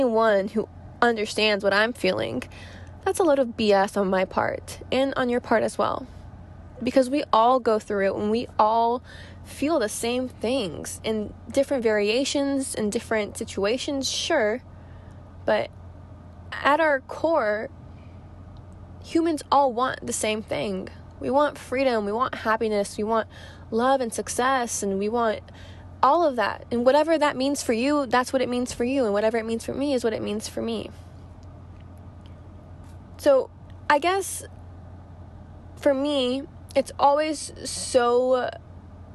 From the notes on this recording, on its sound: I sit down in my car before going to work, with no notes, nothing-- just me talking to you guys.